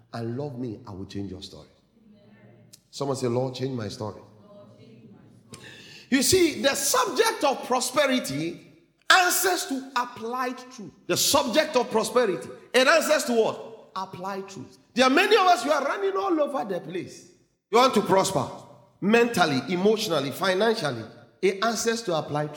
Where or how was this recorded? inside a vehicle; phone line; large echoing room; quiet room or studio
large echoing room